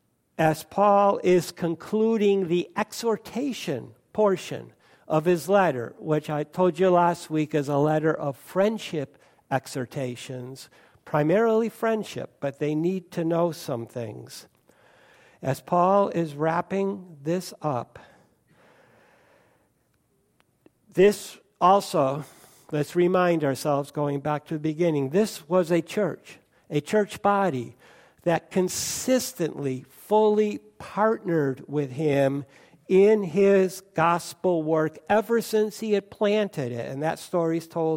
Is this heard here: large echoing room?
yes